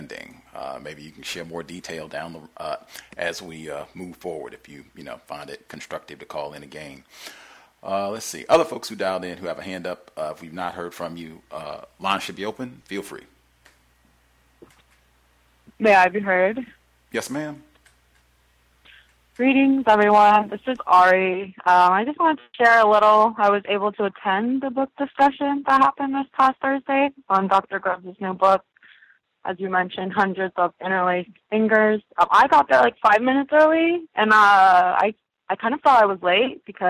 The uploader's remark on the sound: The Context of White Supremacy hosts the weekly Compensatory Call-In. We encourage non-white listeners to dial.